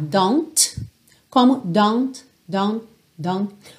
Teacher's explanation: E aí, essa parada tanto pode soar don't, como don't, don't, don't. Ou seja, você chega a botar a língua aí no céu da boca para fazer a letra T, mas não necessariamente esse T vai aparecer bem definido · Term: consoantes oclusivas